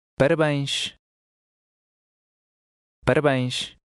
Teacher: The acute EN will sound like AIN. The final S is SH.